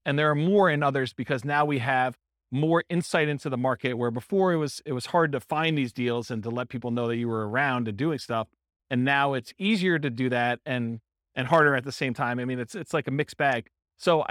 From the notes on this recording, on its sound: This was a live class recorded